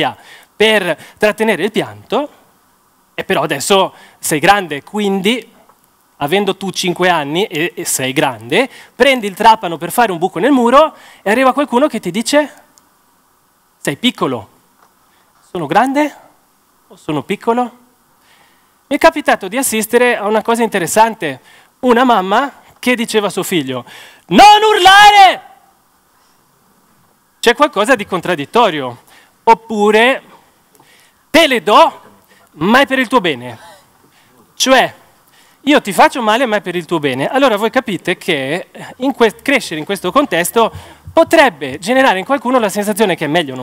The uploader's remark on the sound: TEDxCastelfrancoVeneto. This talk was given at a TEDx event using the TED conference format but independently organized by a local community.